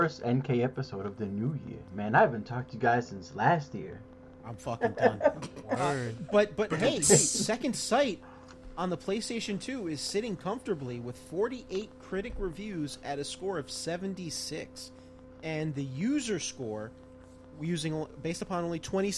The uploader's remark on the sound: while battling technical issues throughout the night